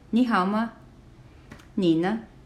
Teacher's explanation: the second syllable actually doesn't carry the tone in this sentence · Term: neutral tone